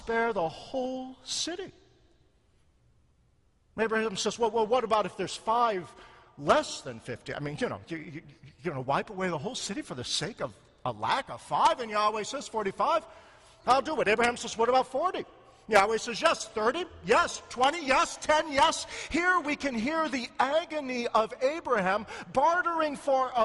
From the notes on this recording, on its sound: A sermon preached in the Concordia Seminary Chapel.